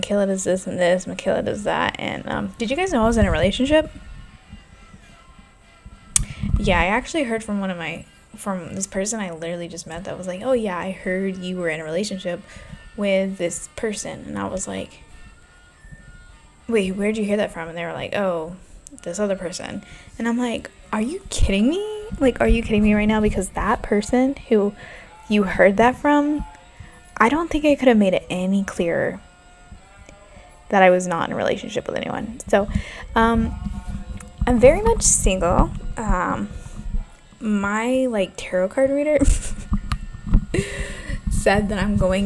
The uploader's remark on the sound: I am so sorry about the noise my new neighbors love playing music all hours and my jazz music is trying to block it out